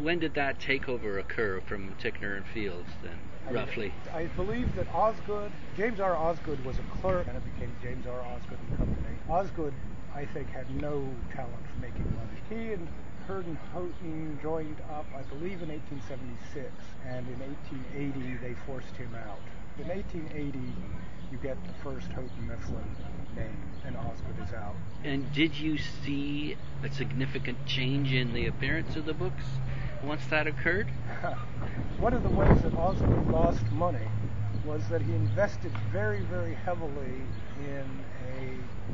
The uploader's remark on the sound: We talk here, on a windy day (hence the background static) in Haaavud Yaaaad.